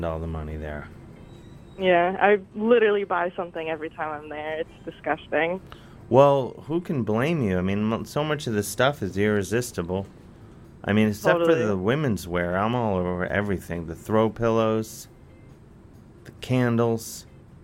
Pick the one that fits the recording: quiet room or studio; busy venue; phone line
phone line